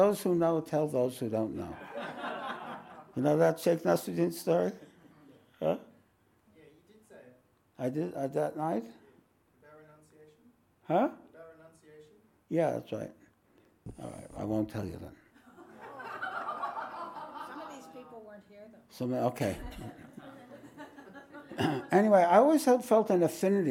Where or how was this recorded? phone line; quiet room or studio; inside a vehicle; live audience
live audience